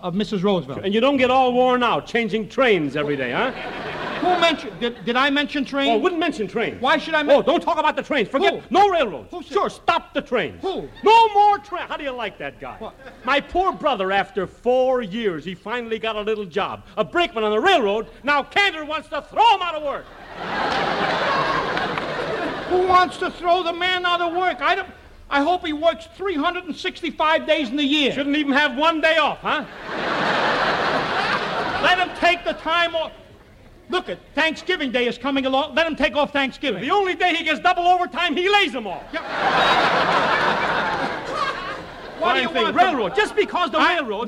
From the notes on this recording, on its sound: takes questions from the audience